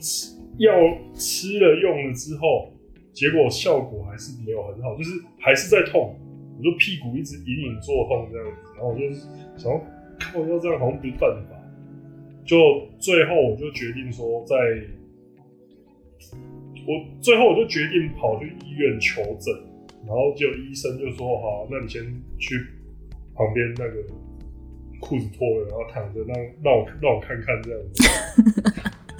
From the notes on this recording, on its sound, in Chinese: 早期節目錄音品質不佳，敬請見諒